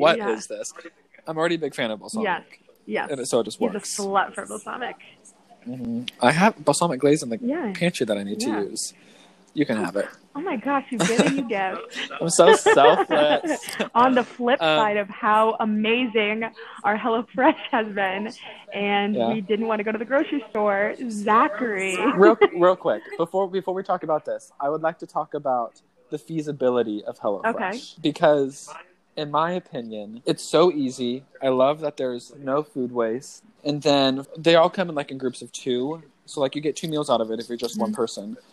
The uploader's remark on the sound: There are some audio problems that should be fixed starting episode two.